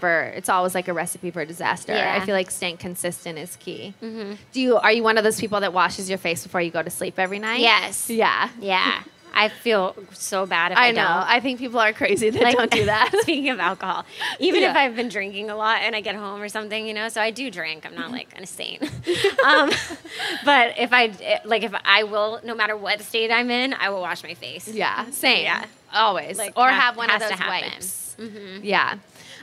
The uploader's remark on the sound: We recorded a LIVE episode. At The Grove (an outdoor mall here in LA)!!